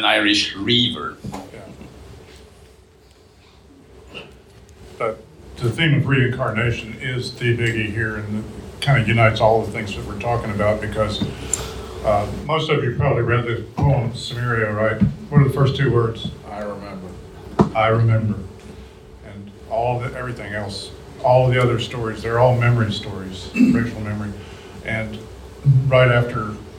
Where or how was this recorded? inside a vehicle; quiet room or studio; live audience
live audience